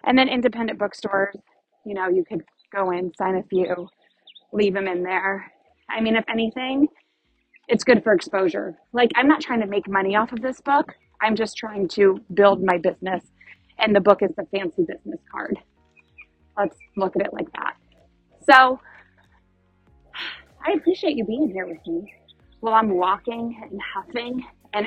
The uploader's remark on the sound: Thanks for rolling with all the nature sounds and my unorganized thoughts on my morning walk.